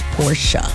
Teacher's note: it's Porsche, two syllables. The E is not silent in German